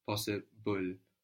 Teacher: When we say possible, we pronounce a vowel between the B and the L. Possible. No, there's a vowel there, but we don't write it.